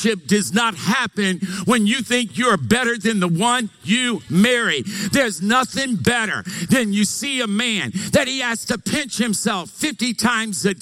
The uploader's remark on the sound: Recorded live from Capital Church, Meridian, Idaho